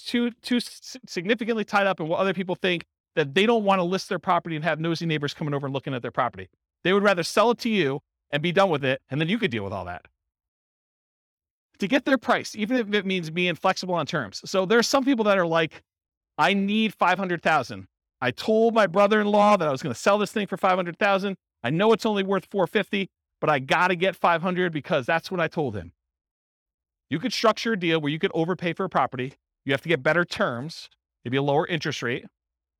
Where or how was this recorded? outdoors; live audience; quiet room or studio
live audience